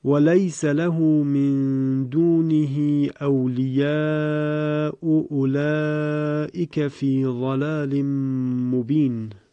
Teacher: این هم دقیقا مثل حالت قبلی، یعنی مثل حالتی که هر دو مکسور بودند تلاوت میشه در قرائت ابن کثیر، یعنی همزه اول که در انتهای کلمه اول قرار گرفته به تسهیل خونده میشه. باز به اعتبار اصل میتوان مد متصل رو در جای خود حفظ کرد، یعنی اون رو به توسط خوند، یا اینکه به جهت تسهیلی که صورت گرفته و اینکه همزه کامل دیگر وجود ندارد اون رو به قصر خوند و وضعیت فعلی اون رو در نظر گرفت. · Term: تسهیل همزه اول